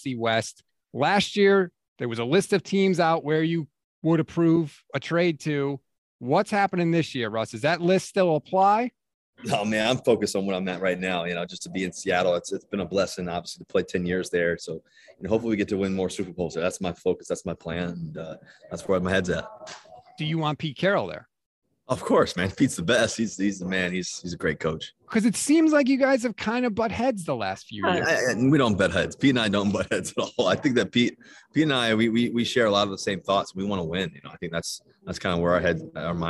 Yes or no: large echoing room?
no